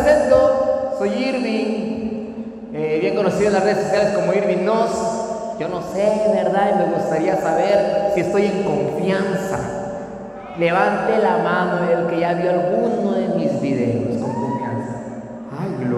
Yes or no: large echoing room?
yes